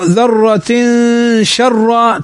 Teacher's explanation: تنوين بعده الشين، والشين من حروف الإخفاء